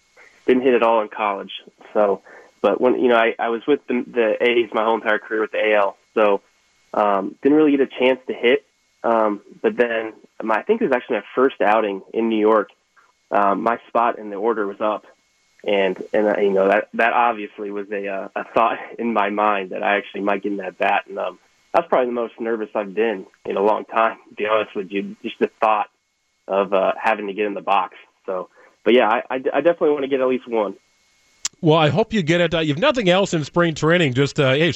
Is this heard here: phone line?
yes